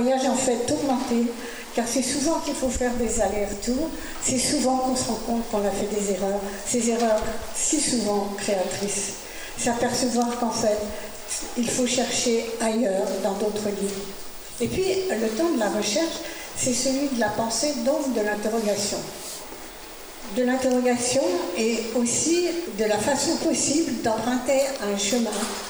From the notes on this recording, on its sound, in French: Reportage lors de la conférence de Presse du 15 juin. Le personnels de la Bibliothèque Nationale de France est en grève.